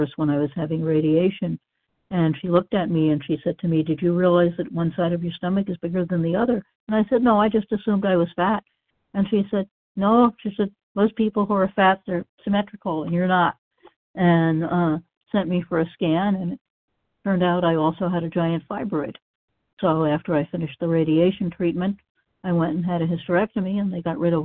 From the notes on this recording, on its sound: 100 Pounders Phone Meeting, 3/30/23